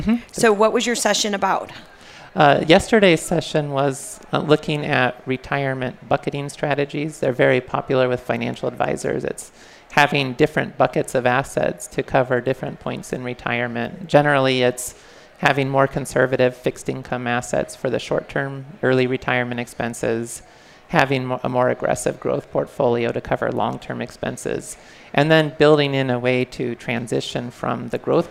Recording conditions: busy venue